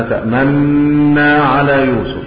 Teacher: يقرأها بالإدغام المحض، لا روم ولا إشمام